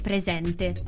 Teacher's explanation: Su presente pongo l'accento grave sulla seconda E, quindi la seconda E la pronuncerò aperta, quindi presente.